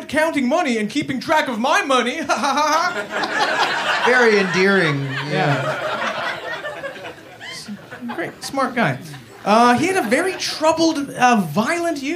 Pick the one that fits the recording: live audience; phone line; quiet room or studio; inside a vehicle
live audience